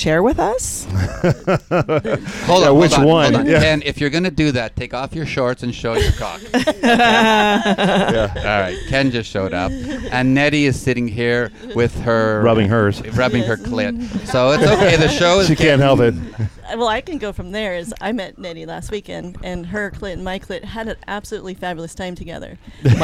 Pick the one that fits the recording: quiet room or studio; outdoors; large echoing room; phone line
outdoors